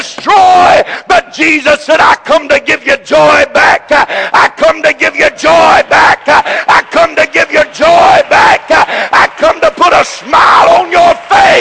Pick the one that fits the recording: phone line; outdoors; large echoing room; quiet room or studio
large echoing room